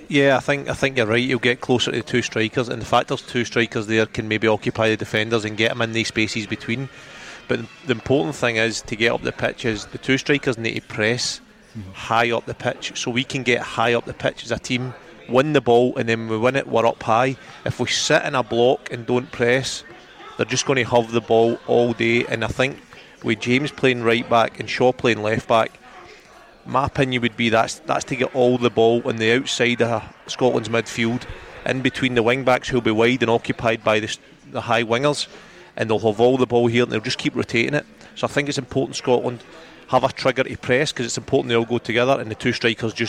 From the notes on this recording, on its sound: live from Scotland HQ at Drygate Brewery